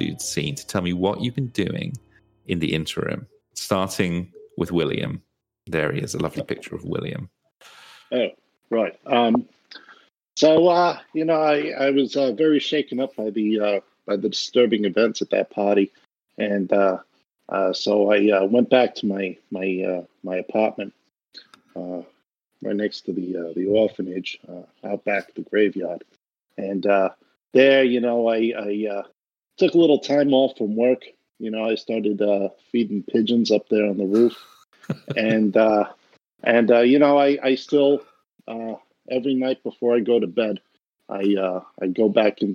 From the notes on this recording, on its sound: instead we gathered on Roll20 and recorded the game for Grizzly Peaks Radio